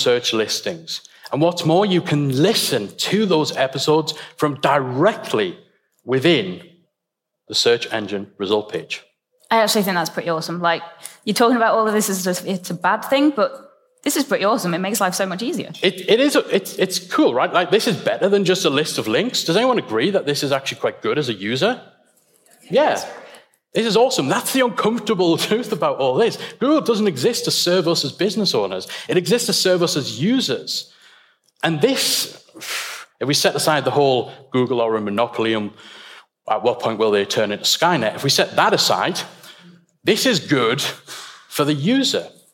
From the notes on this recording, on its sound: The State of the Membership Industry - Retain Live Keynote. You’ll get to listen in to the opening keynote from our very first conference ‘Retain Live 2019.’. It was an incredible event with some phenomenal speakers gracing the stage eager to share their expertise and insights with the audience.